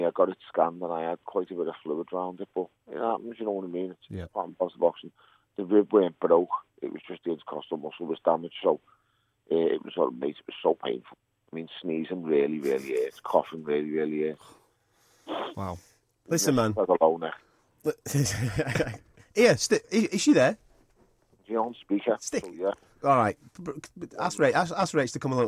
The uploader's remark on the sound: A PHONE CALL